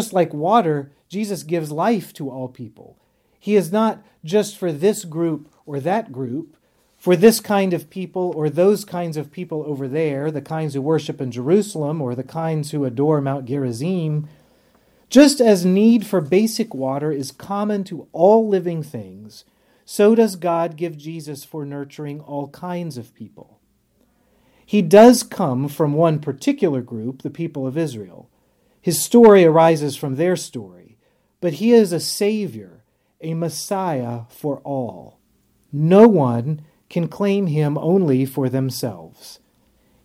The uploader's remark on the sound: on the Third Sunday in Lent at Epiphany Lutheran Church in Richmond, VA.